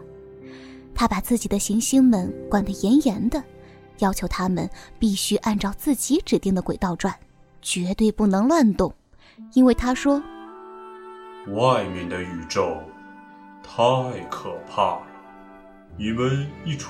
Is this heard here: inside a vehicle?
no